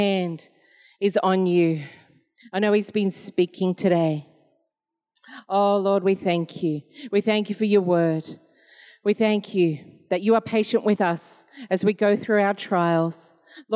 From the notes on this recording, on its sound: This was recorded in our 9am service on the 17th of July, 2022